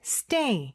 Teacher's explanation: 여기서 중요한 거는 S 발음은 아주 약하게 해줘야 돼요. S, 이렇게.